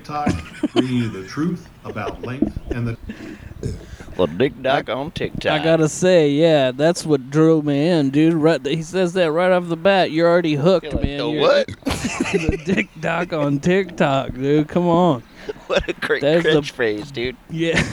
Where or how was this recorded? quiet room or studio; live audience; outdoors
outdoors